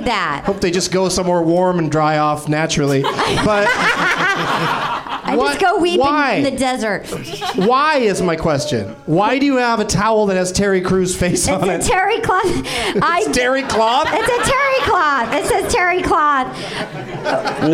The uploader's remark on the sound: Live from the NerdMelt Showroom in LA